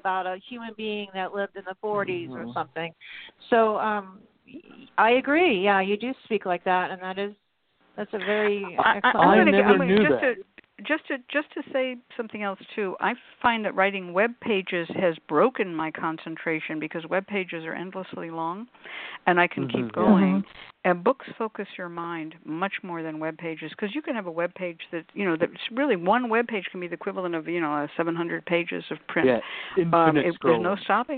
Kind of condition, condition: link, phone line